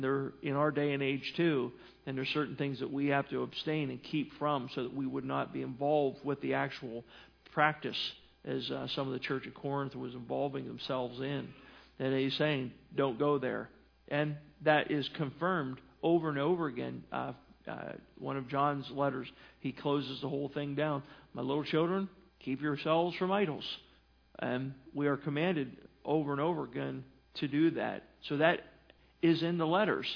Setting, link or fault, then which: setting, large echoing room